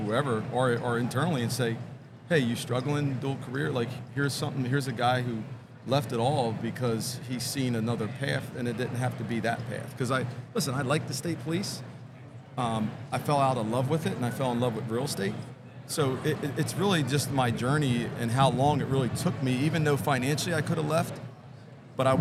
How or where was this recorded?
busy venue